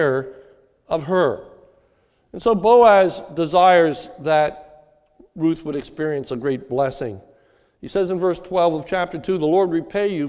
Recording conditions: large echoing room